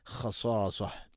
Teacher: തഇന് സുക്കൂൻ നൽകിക്കൊണ്ട്, ഹ എൻ്റെ ശബ്ദം നൽകിക്കൊണ്ട് നിർത്തണം